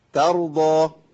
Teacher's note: الراء مفخمه تر، الضاد مفخمه ترضى، معايا؟ يبقى التاء ما تبقاش طا والضاد ما تبقاش د